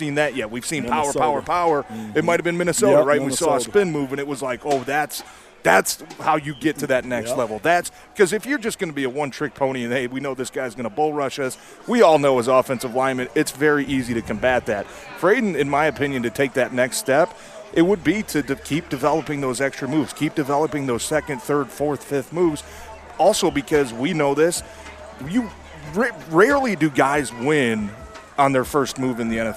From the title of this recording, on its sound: Live From Lions Training Camp